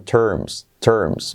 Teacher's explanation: terms como la R, no hay vocal delante porque se come a la vocal delante